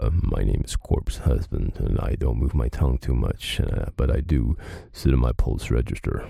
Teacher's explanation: by using less air, the vocal folds move slower, and therefore you can get that texture and the bump of the sound that it makes at that, you know, the slower pace.